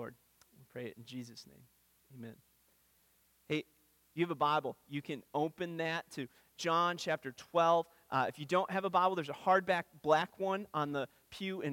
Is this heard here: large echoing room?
yes